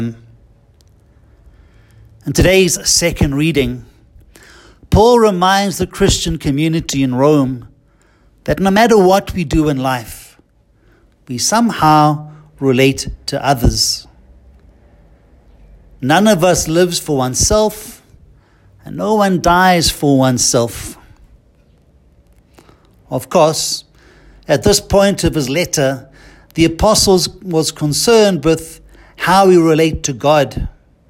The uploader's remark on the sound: Listen to the homily preached at Holy Trinity Catholic Church in Braamfontein, South Africa